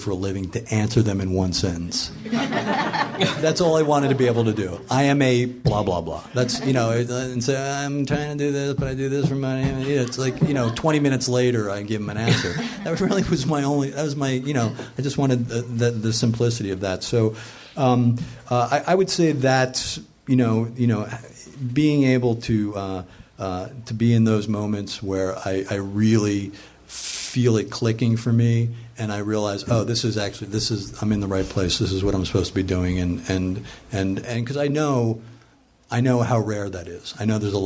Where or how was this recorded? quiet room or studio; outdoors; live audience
live audience